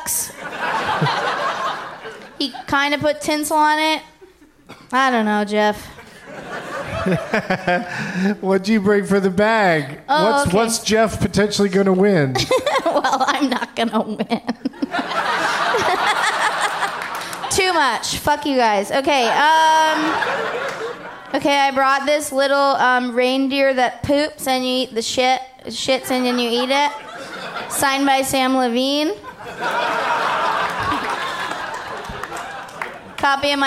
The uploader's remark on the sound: Live from Largo in LA.